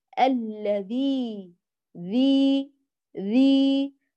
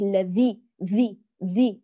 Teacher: أطراف الثنايا العليا كمخرجين للحرف، ثم تقرأ الحرف الذي ذي ذي، فيخرج الذال فصيحا غير مهموس · Shown in: first take